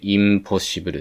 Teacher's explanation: 鼻の子音が、唇を使うムという発音になって、インポッシブルという発音になっています · Term: 超音位置の同化